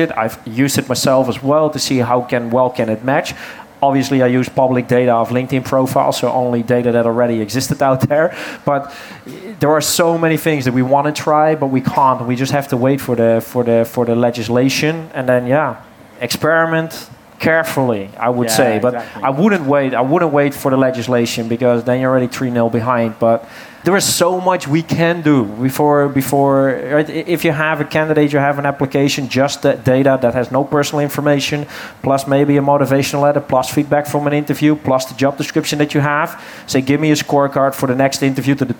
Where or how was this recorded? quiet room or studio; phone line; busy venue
busy venue